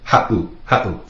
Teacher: If you were to take out that seven, it would be pronounced ha'u. With the seven in there, makes that little glottal stop, that pause.